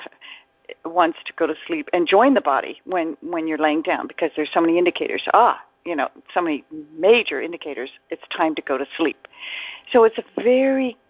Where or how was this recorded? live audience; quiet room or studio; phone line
phone line